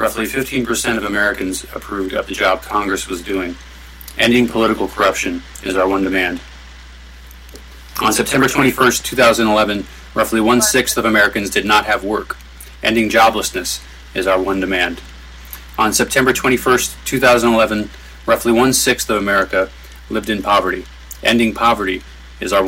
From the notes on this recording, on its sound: Live from Occupy Wall St. Zuccotti Park.